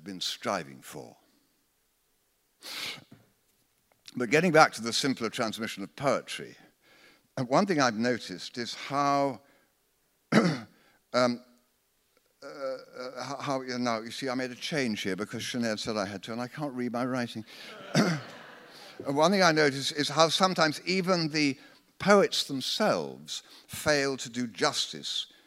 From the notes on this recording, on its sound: Recorded live in London at The Tabernacle on 20th Jan 2020.